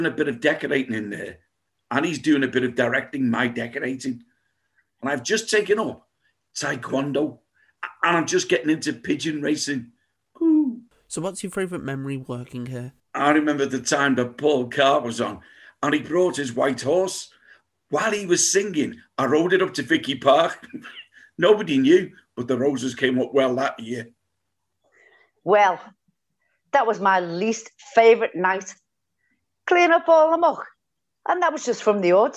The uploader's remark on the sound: This Episode was recorded online on Zoom